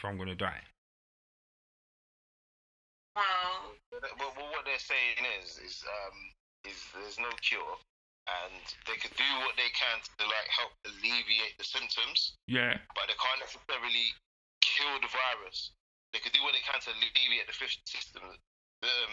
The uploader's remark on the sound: This episode is over the phone so quite sound is a little off.